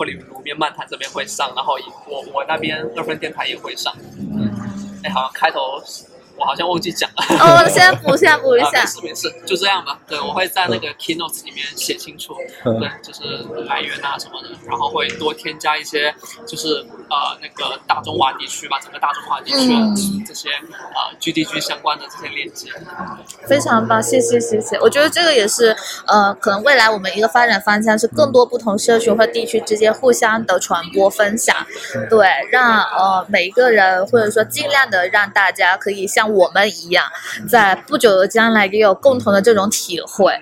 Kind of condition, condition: setting, busy venue